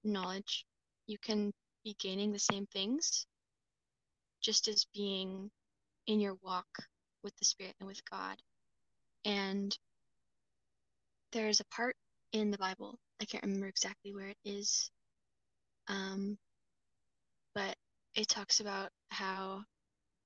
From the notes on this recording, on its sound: I desperately need a new mic